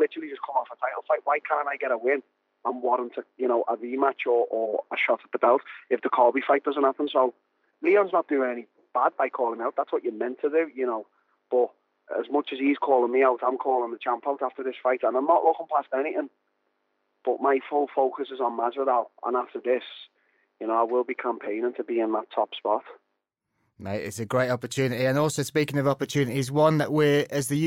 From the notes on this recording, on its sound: took time out to call